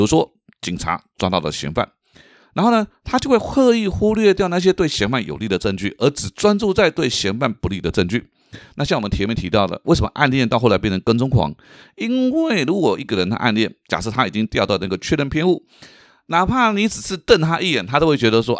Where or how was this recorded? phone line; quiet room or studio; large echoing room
quiet room or studio